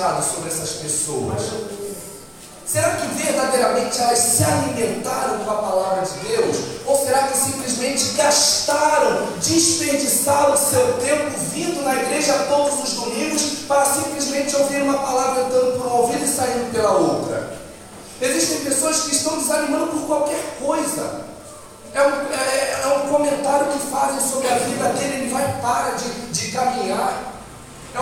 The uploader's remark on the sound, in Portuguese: Áudio da ministração realizada em 19/06/22 na Igreja Casa de Oração Nova Aliança.